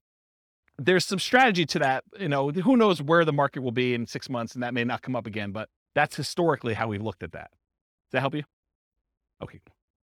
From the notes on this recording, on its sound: This was a live class recorded